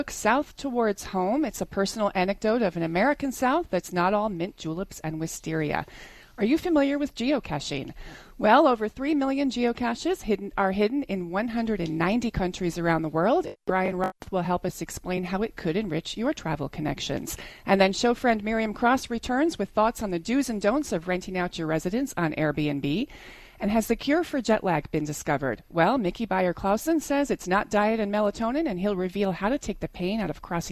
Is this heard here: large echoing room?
no